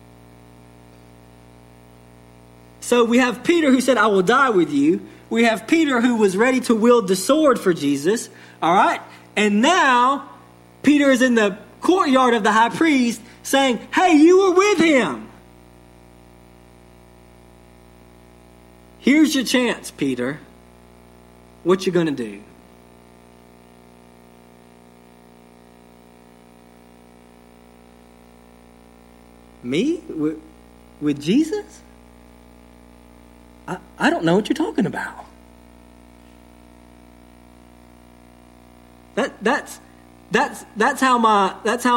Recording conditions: large echoing room